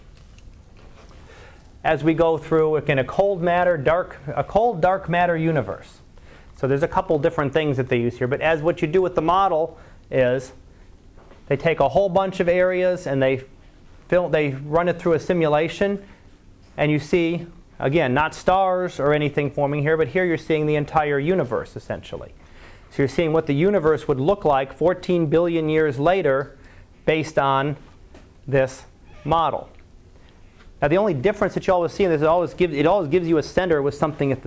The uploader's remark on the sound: Live Class Lecture